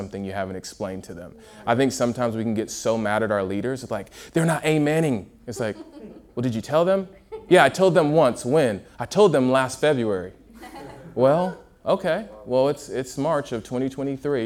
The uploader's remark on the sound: a Q&A session from UG Conference at Motion Church in Seattle